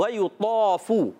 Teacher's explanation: آپ نے یاد رکھنا ہے کہ حرف مستعلی کے بعد جو اگلا حرف الف ہوتا ہے اس کو موٹا پڑھنا ہوتا ہے. فا پر پیش ہے، ہونٹ گول ہو جائیں گے